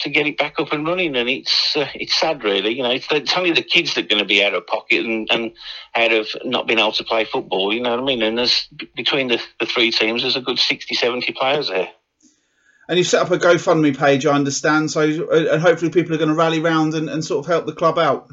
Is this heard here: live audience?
no